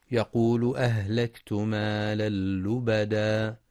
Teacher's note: ينتبه القارئ لترقيق الهمزة في أهلكت مع بيان صفة الهمس في الهاء والكاف والتاء